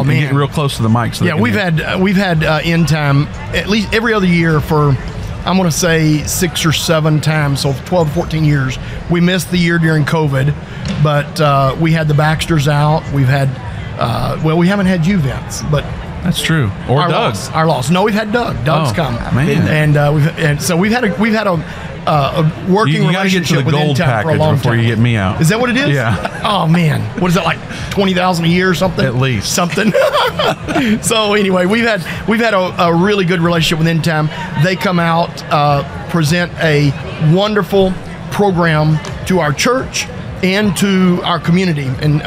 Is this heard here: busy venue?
yes